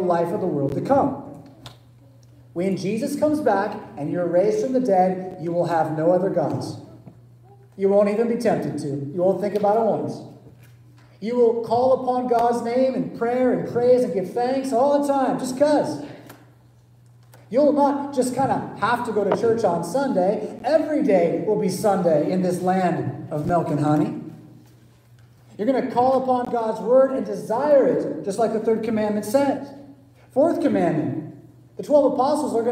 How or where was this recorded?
large echoing room